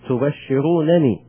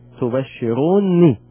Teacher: تبشروني ثلاثة أوجه من الحذف نقول تبشروني ومن الإثبات الإثبات قسمين مبينا تبين النونين أو مبين حالة كونك مبينا للنونين تبشرونني ومدغما النون الأولى في الثانية تبشروني · Term: الإدغام